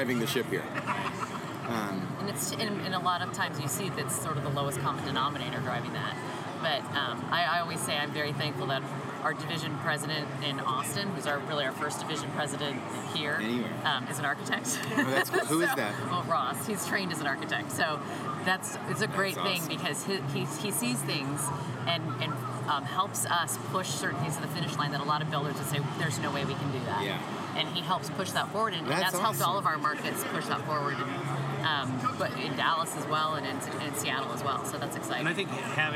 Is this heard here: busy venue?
yes